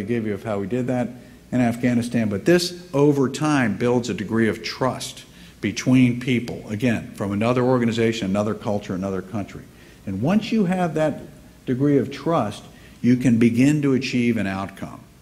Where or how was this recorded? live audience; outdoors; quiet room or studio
live audience